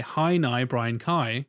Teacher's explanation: If you say how now brown cow in a Northern Irish accent, replace all of the ows with I's and you just say hi nigh Brian Kai, it sounds like sounds Northern Irish.